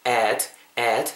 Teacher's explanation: add 발음하실 때 약간 여러분들 입 옆에 양옆을 째면서 조커처럼 add add 좀 길게 발음해 주시고